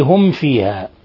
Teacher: هم فيها ميم ساكنة جاء بعدها الفاء إظهار شفوي، بل هو أشد حالات الإظهار الشفوي